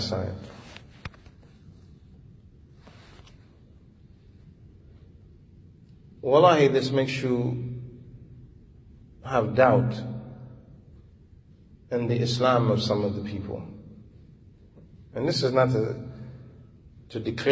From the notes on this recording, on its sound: Lecture given at Masjid Nur Allah, Queens, NY